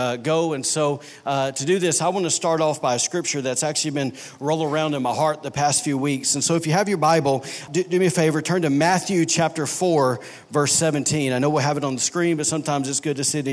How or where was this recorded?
large echoing room